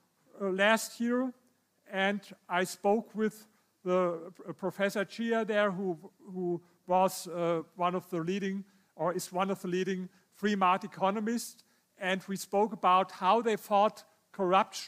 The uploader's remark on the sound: This episode is a recording from Weekend Kapitalizmu - celebration of freedom, independence and good business; three days of lectures, debates and film screenings.